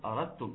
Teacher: يبقى الدال بتضغم في التاء، الدال بتضغم في التاء. · Term: ادغام المتجانسين